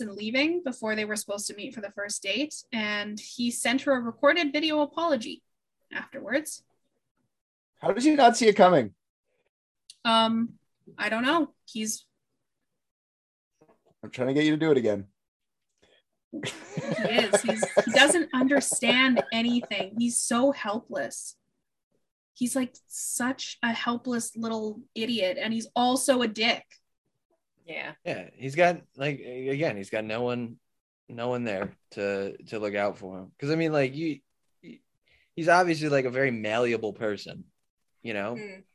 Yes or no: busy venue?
no